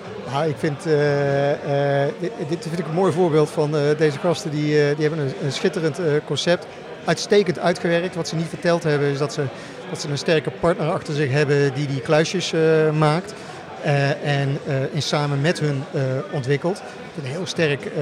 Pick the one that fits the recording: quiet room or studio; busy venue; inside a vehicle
busy venue